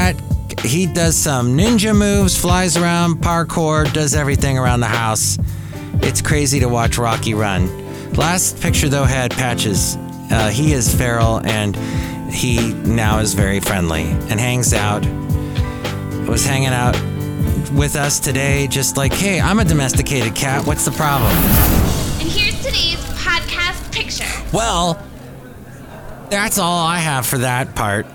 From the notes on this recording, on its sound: podcasts live from Café Anyway